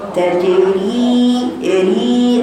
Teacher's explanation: راء مكسورة وياء مادة طبيعية حرفين